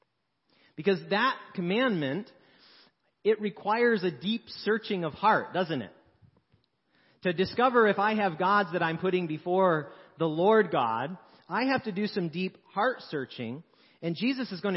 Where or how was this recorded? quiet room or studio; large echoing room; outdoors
large echoing room